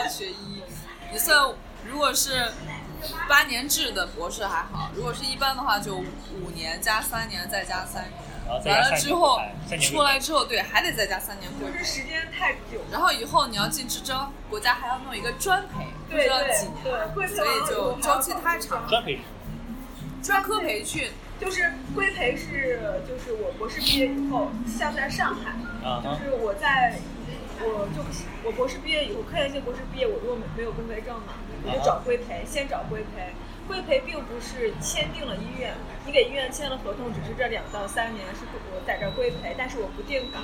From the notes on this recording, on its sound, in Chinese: 本次在咖啡厅录制, 杂音较大, 望见谅.